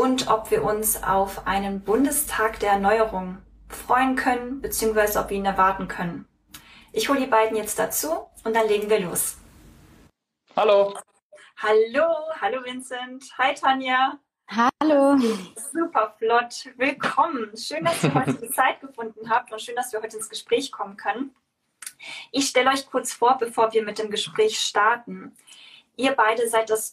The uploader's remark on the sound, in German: weil wir ein Insta Live mit dem Kanal ZusammenZukunft aufgenommen haben